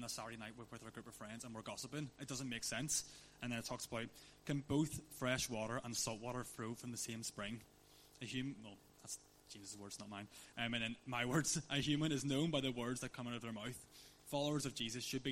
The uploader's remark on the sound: On this special live recording, from our Fourtwelve teaching series 'Deepend Disciples'.